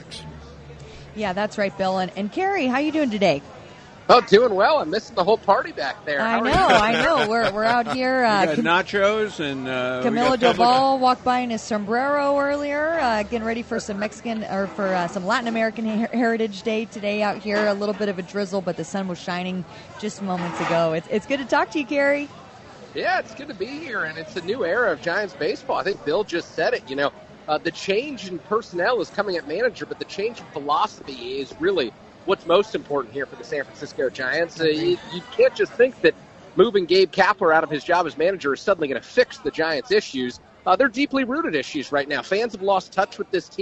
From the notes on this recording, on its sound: Talkin’ Baseball LIVE at the Public House